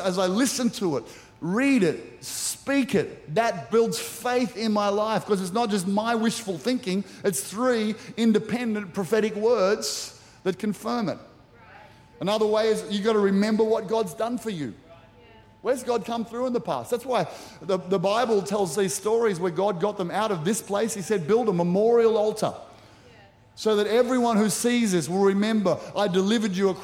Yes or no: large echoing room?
yes